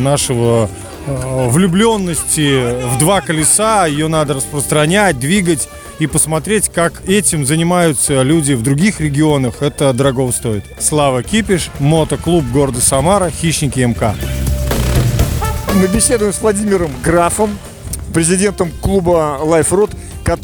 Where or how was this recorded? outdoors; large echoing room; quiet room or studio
outdoors